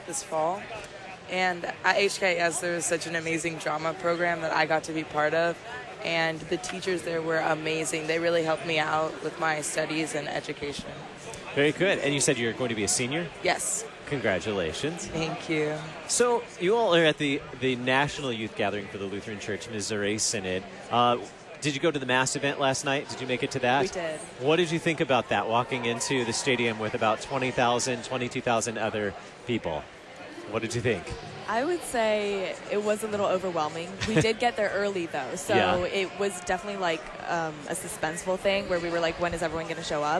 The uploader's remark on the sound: Live from the 2019 LCMS National Youth Gathering